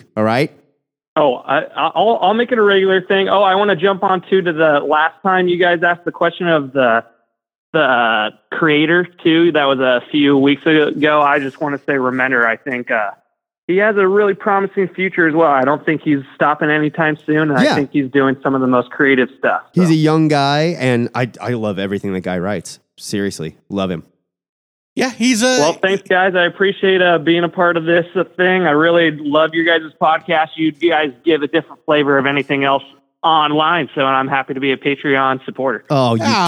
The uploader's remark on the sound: We open up the phone lines